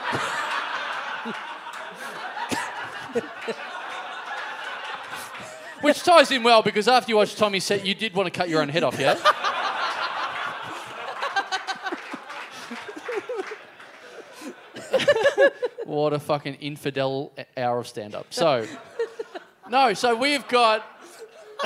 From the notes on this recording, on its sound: Recorded LIVE at The Velvet Lounge in Perth on October 18, 2015.